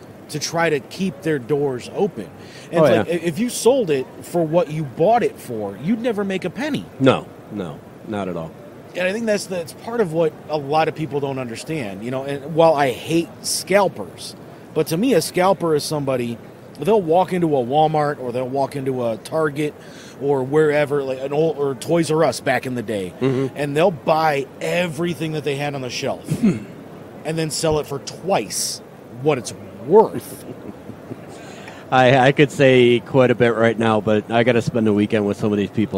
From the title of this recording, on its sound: Live from the IX Center Piston Powered Auto-Rama